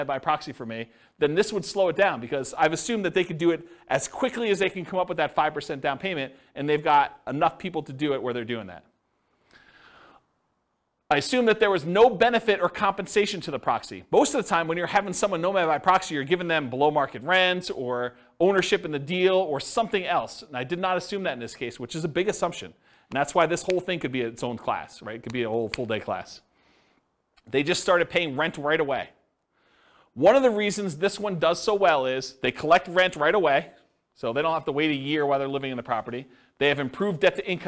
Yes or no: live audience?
yes